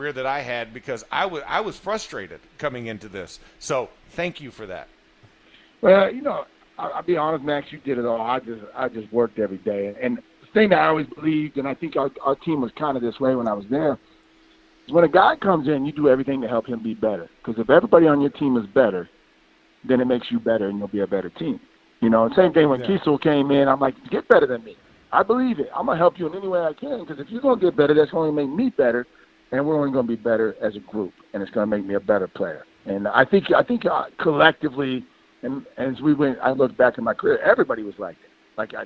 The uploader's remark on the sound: In the Locker Room live from Steelers Camp Day 8.